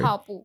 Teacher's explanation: The fourth tone all the way through.